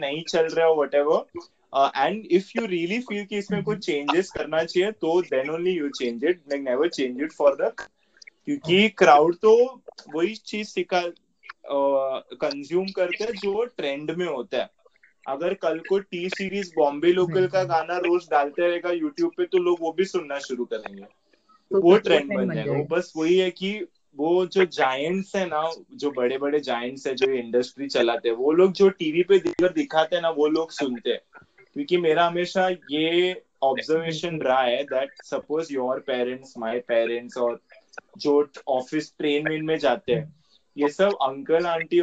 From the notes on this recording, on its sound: Kindly excuse the glitches in the call recording, my 'not so strong internet connection' didn't help us at all.